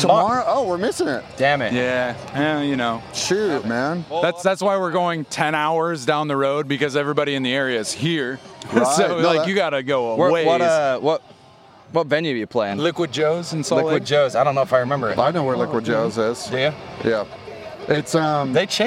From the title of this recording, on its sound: Live at Aftershock